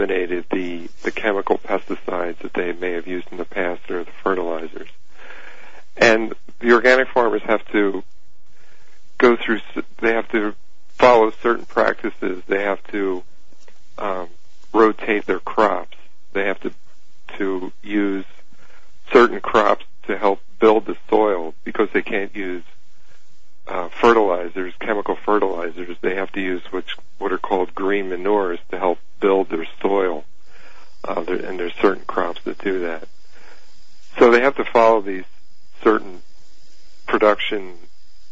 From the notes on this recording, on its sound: Open Phone Lines on Heathy Talk-HTR: Listener Questions. Take listener calls.